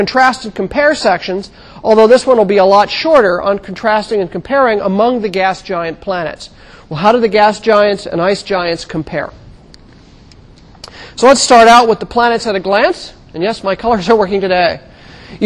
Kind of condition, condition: setting, large echoing room